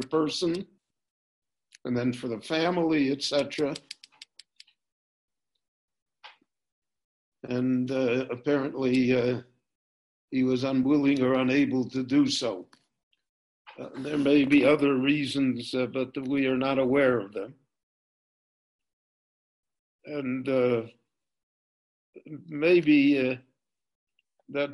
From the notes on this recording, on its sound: This lecture on Pirkei Avot- Ethics of the Fathers was recorded LIVE via Zoom in Jerusalem on August 9, 2020.